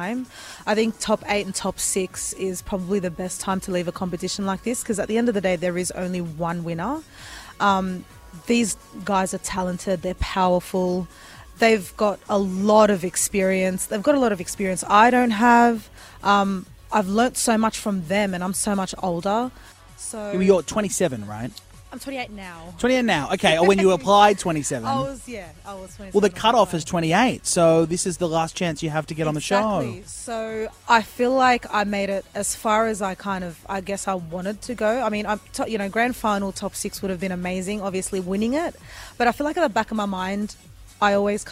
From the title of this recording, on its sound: Live from Australian Idol